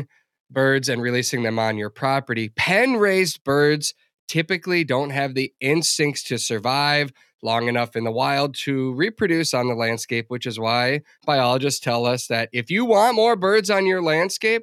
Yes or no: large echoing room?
no